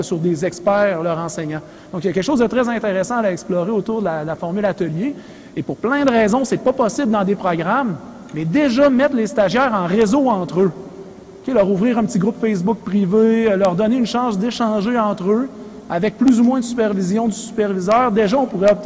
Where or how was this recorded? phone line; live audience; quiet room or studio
live audience